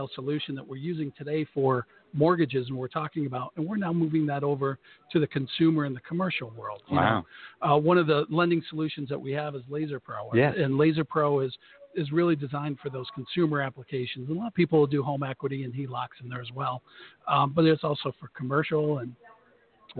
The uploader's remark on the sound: LIVE from the Motivity Conference in Denver, CO.